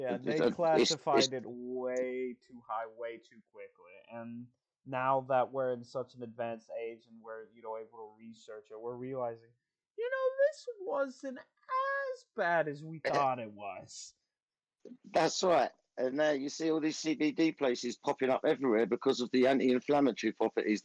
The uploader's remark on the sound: Sorry about the technical difficulties.